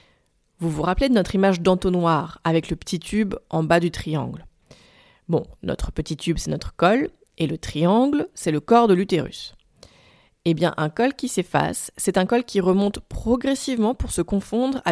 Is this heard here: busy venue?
no